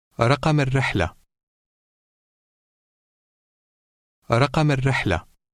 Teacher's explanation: the L sound is dropped or assimilated and replaced by the consonant following it